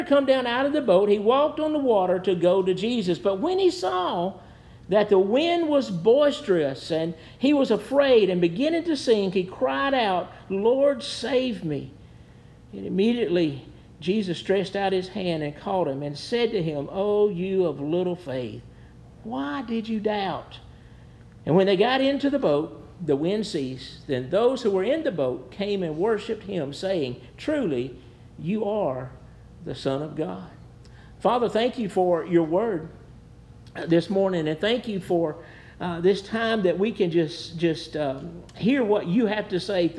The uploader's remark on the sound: Preached at New Hope Baptist Church